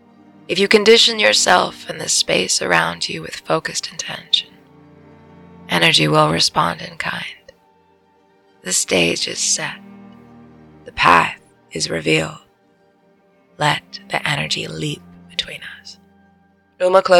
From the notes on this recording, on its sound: I recorded this one in our skoolie, so the audio sounds a bit different... We're on the road again!